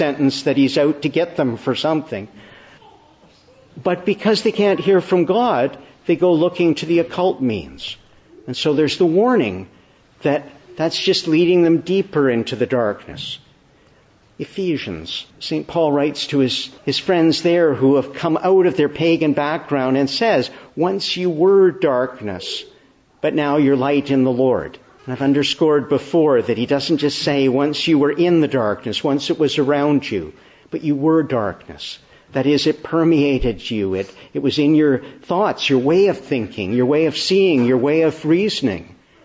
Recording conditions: large echoing room